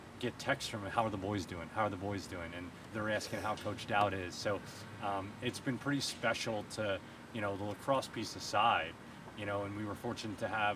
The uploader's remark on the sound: conducting the interview on Caven Field and the soundtrack from the girls field hockey practice